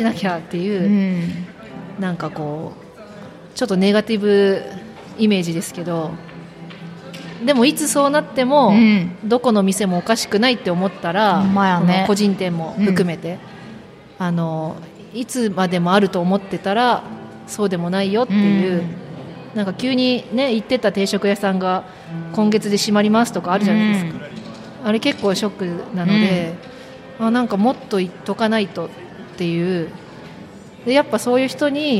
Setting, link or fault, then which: setting, live audience